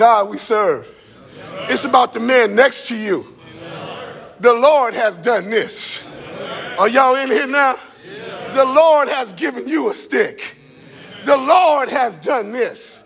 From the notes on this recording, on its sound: Preaching at the Wheaton College football team chapel